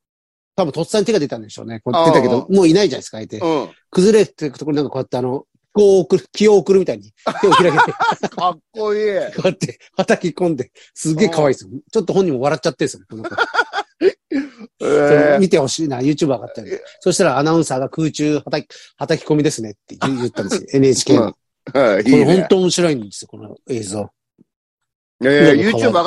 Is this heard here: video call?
yes